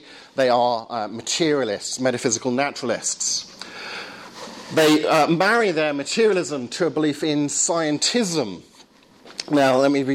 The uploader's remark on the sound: Lecture at Surrey University.